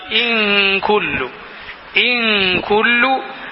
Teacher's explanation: ഇൻ കുല്ലു, അവിടെ സുക്കൂൻ ചെയ്ത നൂനിന് ശേഷം കാഫാണ്. അപ്പോൾ അൽ ഇഖ്ഫാ ഉബിഗുന്ന, അവ്യക്തമാക്കി മണിച്ചുകൊണ്ട് ഉച്ചരിക്കുക.